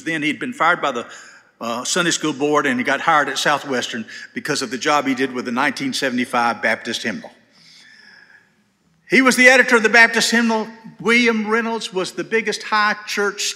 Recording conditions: large echoing room